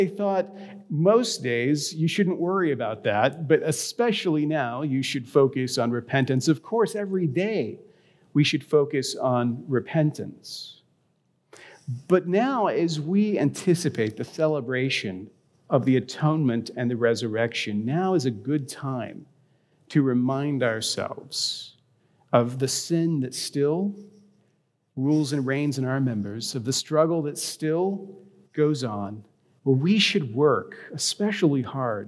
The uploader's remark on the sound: A recording of his reflection from this week’s Ash Wednesday service at Grace.